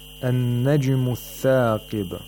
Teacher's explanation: Notice the noon, which has a shadda, you have to apply ghunna for two vowel counts.